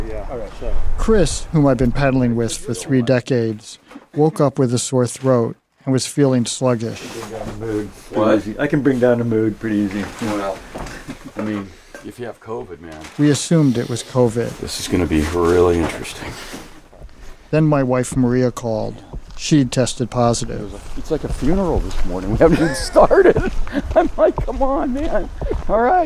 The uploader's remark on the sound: Took a recorder with him on his annual canoe trip. The Boundary Waters.